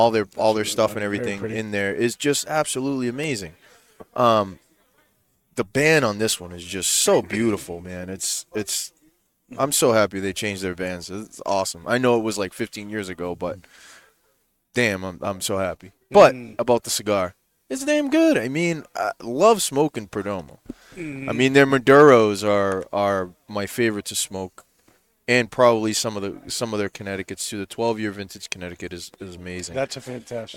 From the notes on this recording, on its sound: Recorded live from the 7-20-4 Lounge!